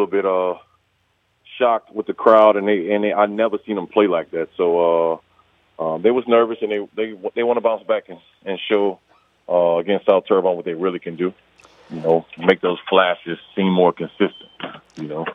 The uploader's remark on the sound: In the 3rd segment of the show, we go to the phone lines